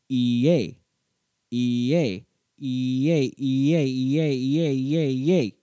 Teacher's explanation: As you can hear, the E sound naturally produces a Y as it glides into the next vowel.